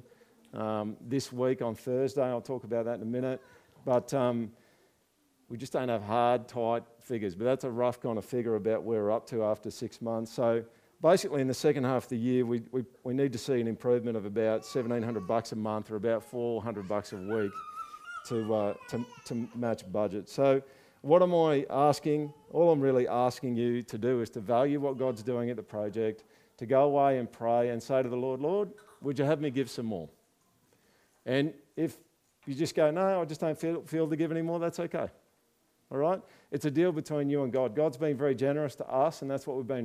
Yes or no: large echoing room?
yes